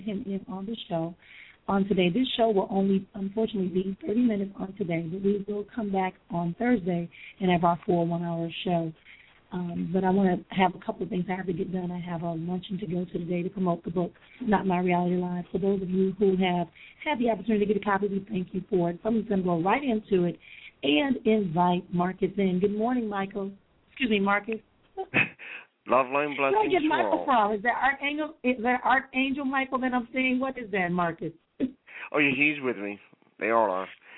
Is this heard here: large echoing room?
no